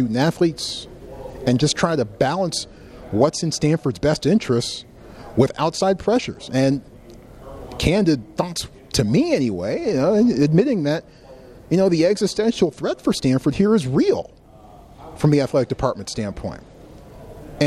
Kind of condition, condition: setting, busy venue